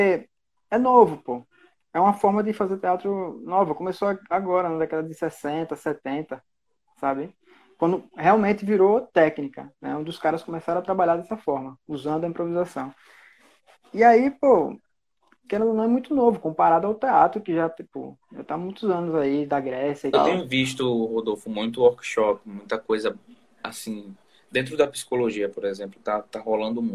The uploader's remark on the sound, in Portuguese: Esse episódio surgiu de uma Live que fiz no instagram